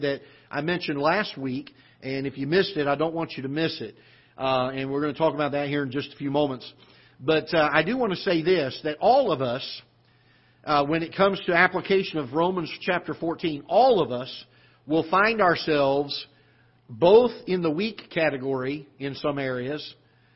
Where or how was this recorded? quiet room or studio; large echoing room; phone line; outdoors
large echoing room